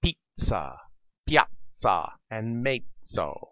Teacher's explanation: In words of Italian origin, ZZ is pronounced ts, as in pizza, piazza, and mezzo.